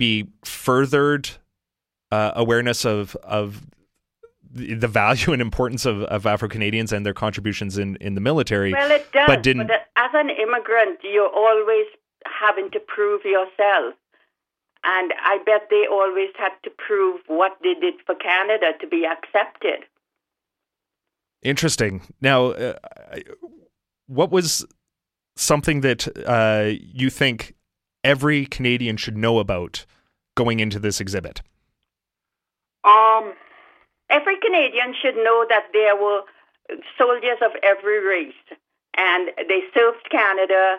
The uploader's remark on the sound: speaks to Artslink on the phone